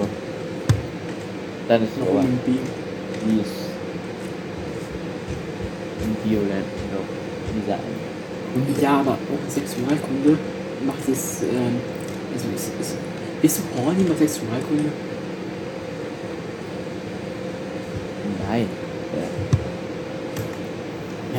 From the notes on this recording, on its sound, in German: Leicht verspätete folge mit schlechter audio qualität. Dem hat mein internet ein strich durch die rechnung gemahct jedoch sind wir jetzt back mit einer sehr alten folge.